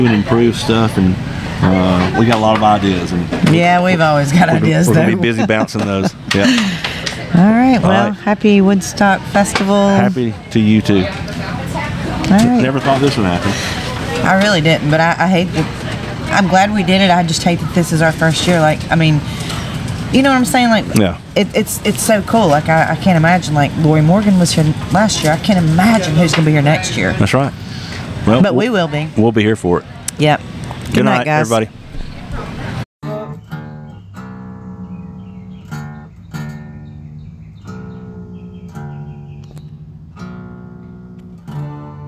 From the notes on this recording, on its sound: Live at Woodstock!